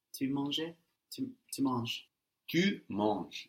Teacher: We have an ES ending, but we don't hear that.